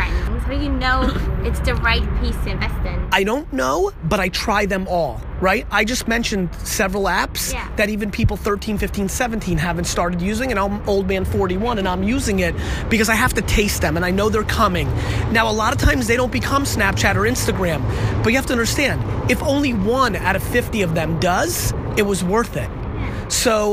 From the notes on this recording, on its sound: In this interview we hit the streets !! No really, we did this one outside. For this quick interview while in Hamburg.